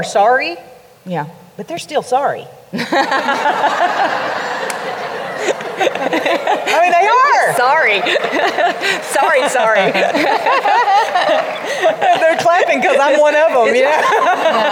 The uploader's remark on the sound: This episode was taped at the Girl Talk Live! Event in Hickory, NC.